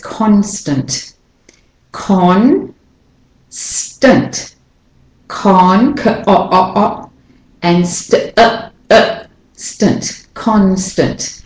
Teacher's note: You can hear the o clearly in con. So this is a stressed syllable. And the a in tant becomes the schwa.